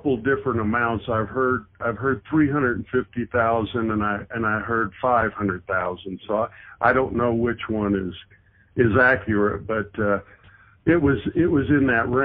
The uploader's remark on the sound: Conducted a phone interview. This interview is phone quality but we improved it as much as possible.